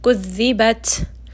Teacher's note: ta is going to have hams, so make sure that you give it a little bit of air after you stop here on the sukun